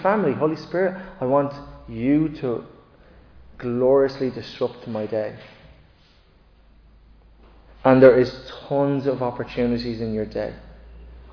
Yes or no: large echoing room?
yes